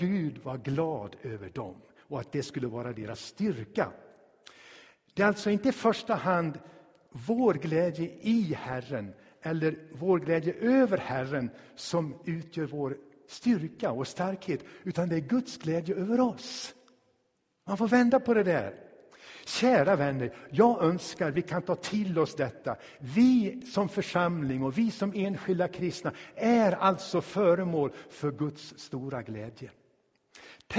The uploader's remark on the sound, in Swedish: Inspelad i Tabernaklet i Göteborg